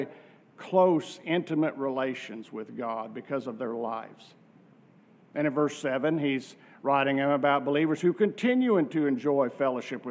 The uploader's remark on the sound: From our worship service on July 16, 2023.